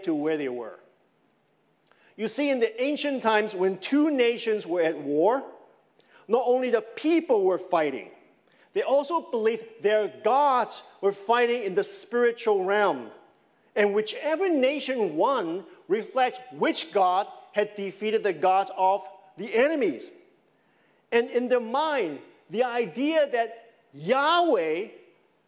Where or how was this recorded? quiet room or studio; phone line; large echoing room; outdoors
large echoing room